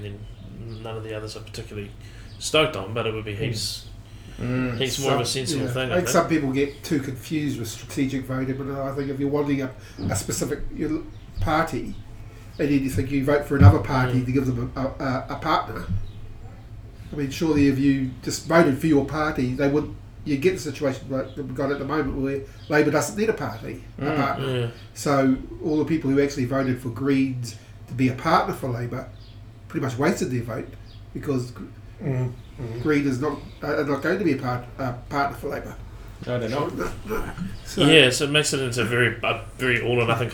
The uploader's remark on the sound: Recording in the lovely little theatre behind Garnet Station in Auckland. Recording in the lovely little theatre behind Garnet Station in Auckland.